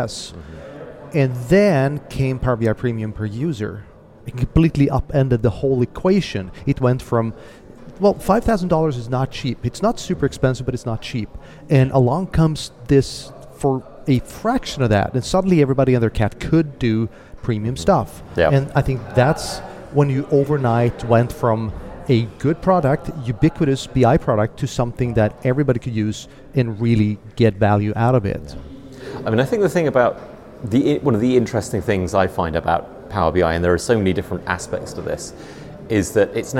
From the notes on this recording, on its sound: recorded at DataMinds Connect in Belgium